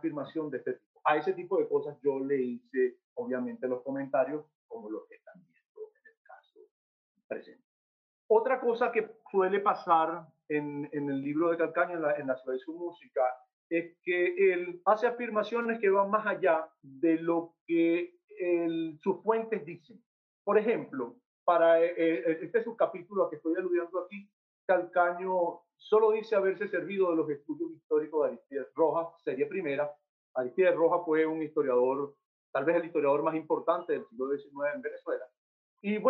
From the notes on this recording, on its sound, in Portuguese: Plataforma ZOOM